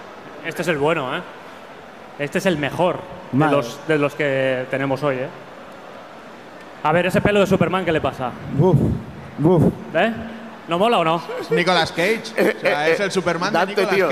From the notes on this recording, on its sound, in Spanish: Retrobarcelona 2017. Os traemos el especial que grabamos en la pasada Retro Barcelona junto a nuestros hermanos y compañeros de Rejugando.